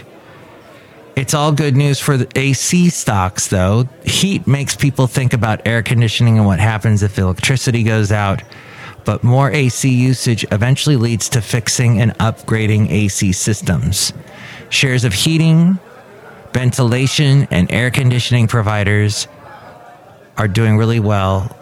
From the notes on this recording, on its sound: podcasts live from Café Anyway